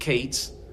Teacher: They would preserve the pronunciation of each of these vowels. But in northern Israel, the tendency was to squish all of those vowels together and make it a long E sound, right? So it would actually, in northern Israel, these two words would be homonyms.